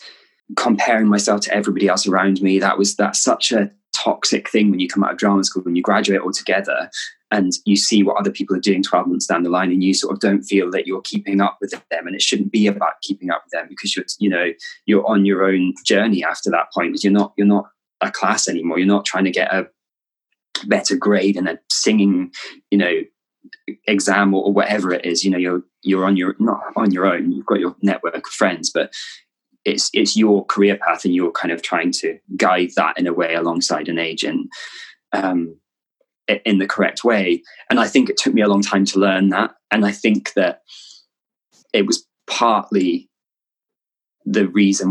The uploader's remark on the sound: This was recorded in early May 2020 over zoom.